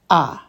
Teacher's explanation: the chatef patach is ah. So it's just a little bit quicker.